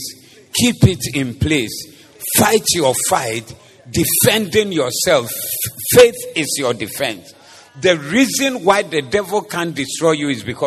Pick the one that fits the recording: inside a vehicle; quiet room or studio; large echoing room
large echoing room